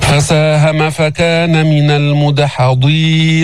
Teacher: الضاد فيها تفخيم، فيها استعلاء، فيها إطباق، لو كانت مكسورة بس ما بيضيع تفخيمها، ما بيروح كله.